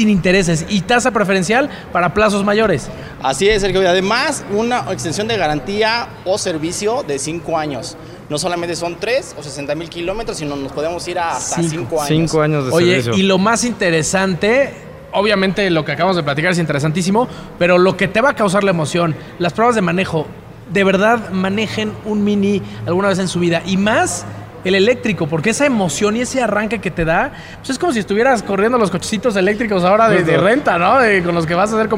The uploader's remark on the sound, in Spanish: Hoy en Radar Speed tendremos una edición especial con una transmisión en vivo desde BMW Juriquilla.